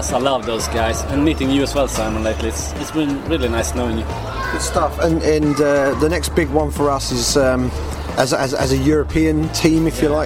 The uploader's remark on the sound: Day 5 at UFC Zagreb. Reports from Octagonside in Zagreb before the post-fight press conference and an airport chat.